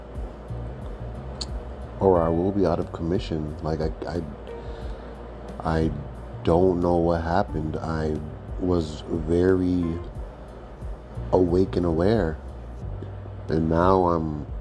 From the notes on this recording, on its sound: Outside real quick. Quick outside gang walk.